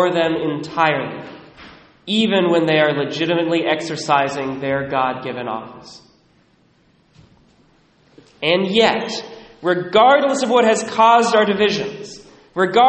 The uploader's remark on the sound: Recorded at Immaculate Heart of Mary in Sedro-Woolley, 11:15am Mass